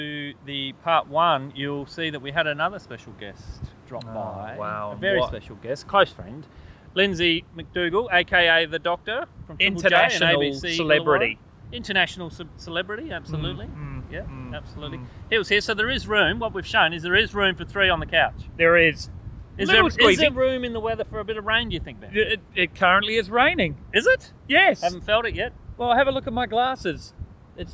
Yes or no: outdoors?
yes